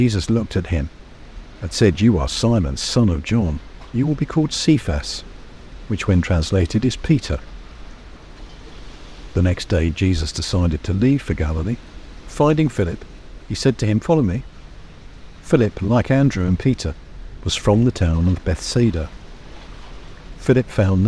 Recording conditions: outdoors